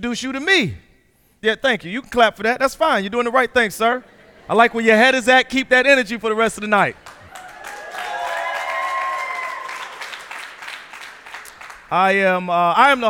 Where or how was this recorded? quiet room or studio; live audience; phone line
live audience